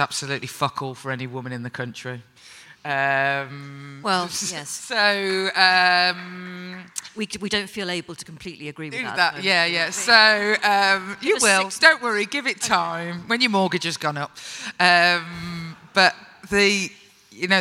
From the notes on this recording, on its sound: at Podcast Day 24 for a panel discussion